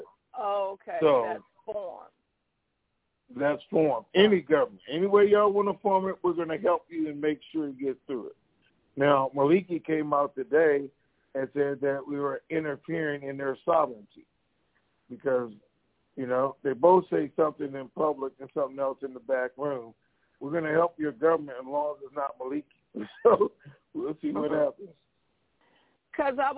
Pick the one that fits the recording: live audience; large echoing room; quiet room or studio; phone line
phone line